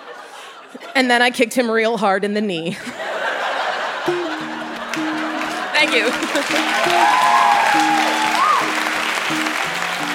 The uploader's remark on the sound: Recorded live at the Park Theatre in Winnipeg, MB.